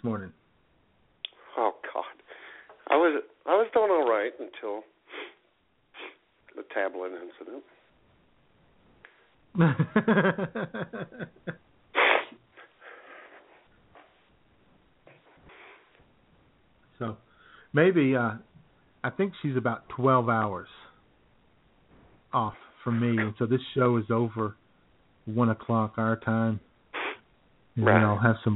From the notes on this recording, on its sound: the phone lines will be open and buzzing as we take your calls